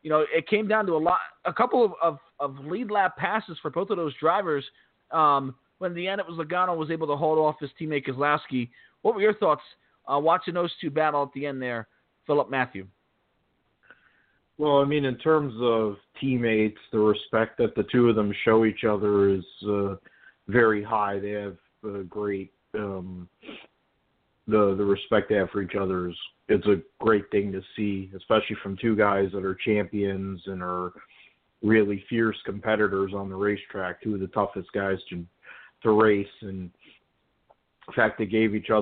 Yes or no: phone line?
yes